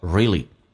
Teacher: 美式发音少了个 a，当 a 跟 l 在一起的时候 a 是可以被 l 吸收，就是 a 不发音